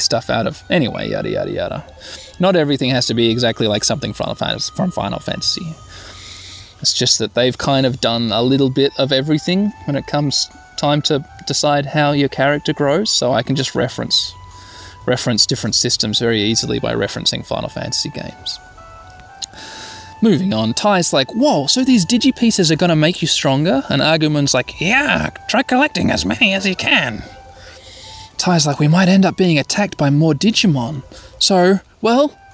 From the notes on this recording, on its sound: Sorry about the wind noises.